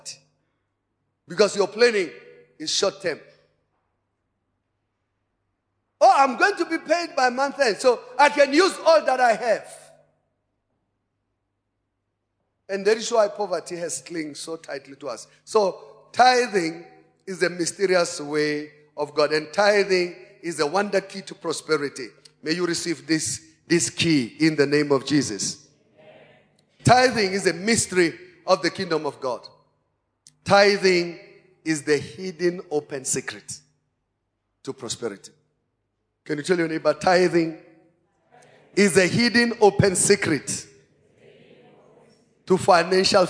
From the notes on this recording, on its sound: Preached at Emmanuel Christian Church, Arcadia Campus.